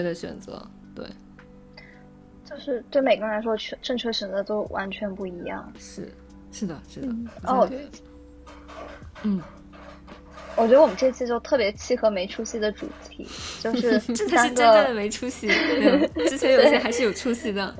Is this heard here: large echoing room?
no